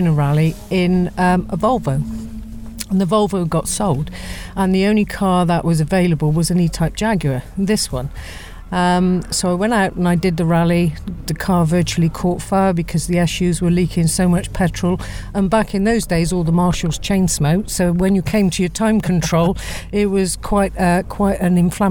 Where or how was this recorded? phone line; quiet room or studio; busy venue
busy venue